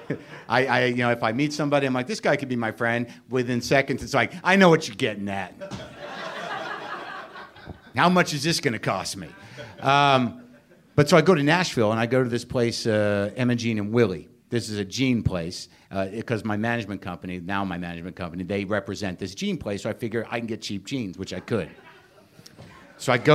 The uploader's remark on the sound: Ring in the New Year with a Live WTF.